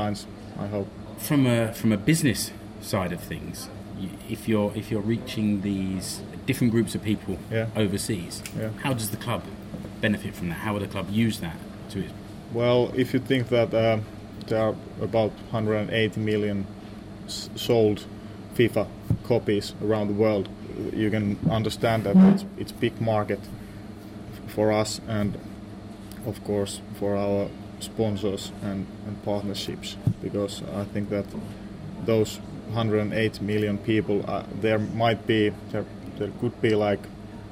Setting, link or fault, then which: setting, busy venue